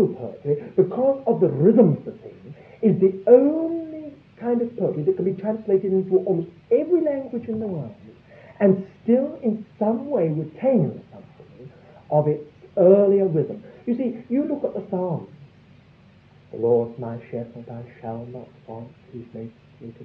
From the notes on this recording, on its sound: Audio quality is very poor